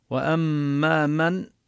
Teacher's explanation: ننتبه كما بينا للميم المشددة نظهر فيها الغنة